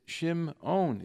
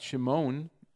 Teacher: Some people have a diphthong for an ayin, but at least it should be broken up. · Shown in: first take · It's Shim-on.